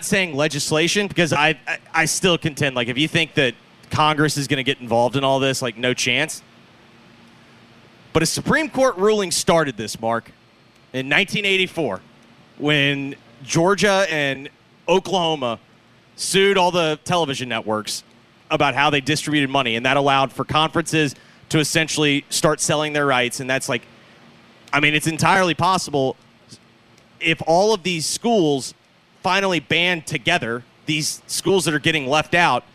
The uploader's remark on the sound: LIVE FROM THE FEDEX ST JUDE CHAMPIONSHIP AT TPC SOUTHWIND!